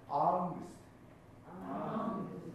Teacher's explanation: この NG は、いわゆる英語の ING と一緒です。だから、アングという鼻に入ります